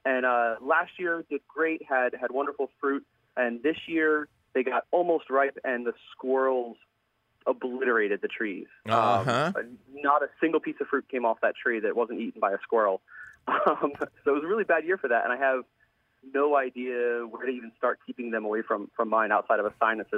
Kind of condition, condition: link, phone line